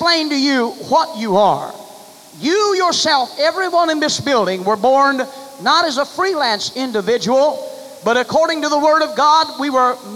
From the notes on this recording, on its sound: delivered July 23, 1989 at First Apostolic Church in North Vernon, Indiana.